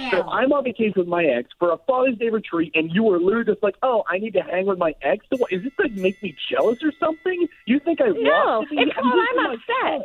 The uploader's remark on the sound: We also opened up the phone lines and asked the listener's what appropriate punishment should be made for the players from the opposing team who threw the tortillas.